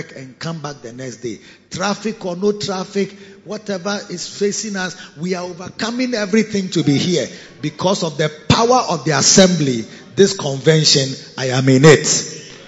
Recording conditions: large echoing room